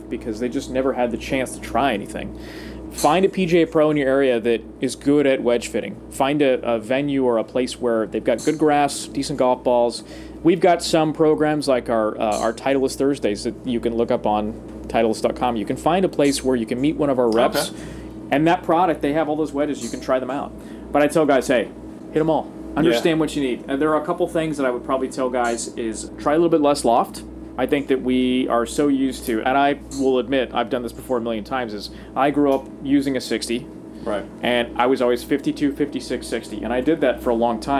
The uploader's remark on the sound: on location at The Player's Championship